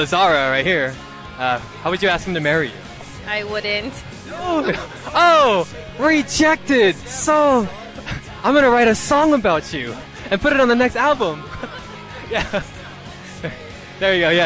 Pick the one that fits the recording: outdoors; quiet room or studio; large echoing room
outdoors